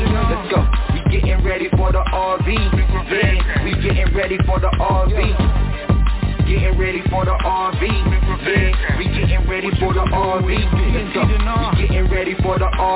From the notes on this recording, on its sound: TNTSuperfantastic Conference Call